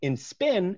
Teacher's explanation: In spin, it's also a one syllable word, mm-hmm. and P is unaspirated because it follows S.